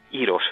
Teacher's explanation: De esa D, por un fenómeno que en lingüística se llama rotacismo, esa D ha pasado a ser R en el uso, de forma que se dice iros